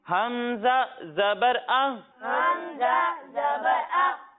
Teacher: جب ہم حمزہ کی ادائیگی کریں گے تو اسے حلق کے نچلے حصے سے پڑھیں گے